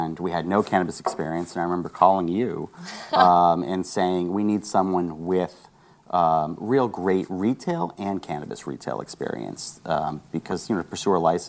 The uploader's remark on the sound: Broadcasting live from MJ BizCon in Las Vegas